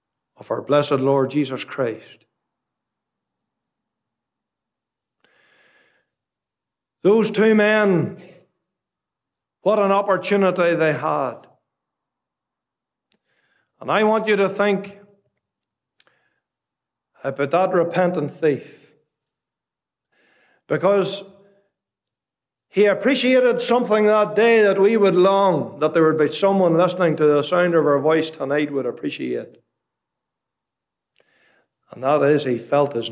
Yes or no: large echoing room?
yes